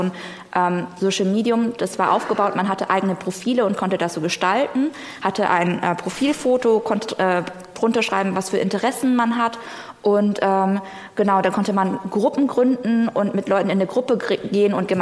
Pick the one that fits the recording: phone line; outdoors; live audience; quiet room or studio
live audience